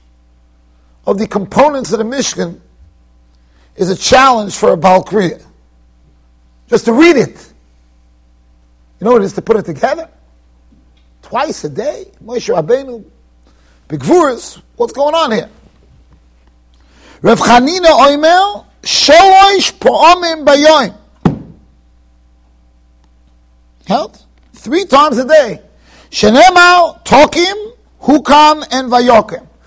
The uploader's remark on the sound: Shiur recorded in Yeshivas Ohr Reuven, Monsey NY.